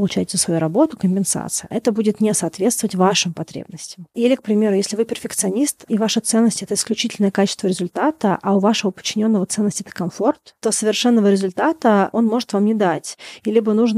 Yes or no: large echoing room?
no